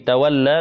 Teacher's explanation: مد طبيعي، حركتان، مد عادي لا نمده بالطول ولا بالتوسط وإنما نمده طبيعيا بالقصر